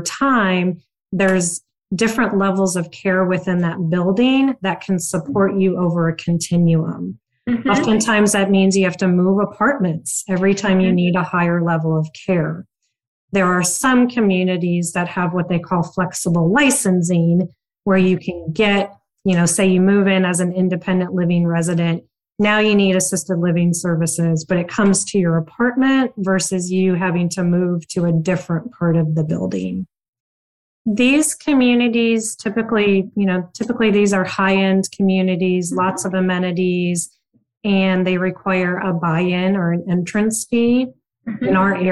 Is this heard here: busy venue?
no